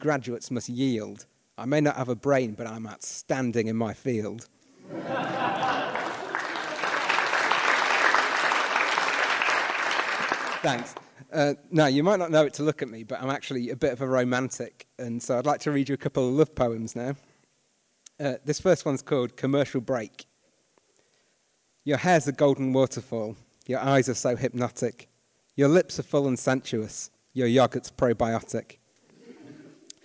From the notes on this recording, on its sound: Live special recorded at the Lincoln Performing Arts Centre. In the first part of our live special recorded at the Lincoln Performing Arts Centre.